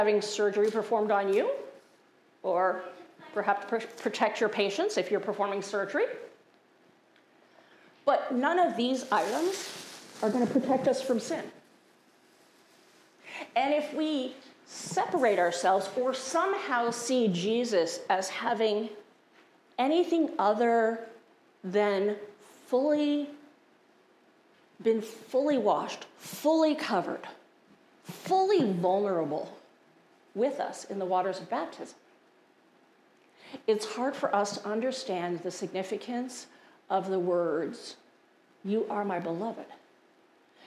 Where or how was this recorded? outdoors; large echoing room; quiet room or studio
large echoing room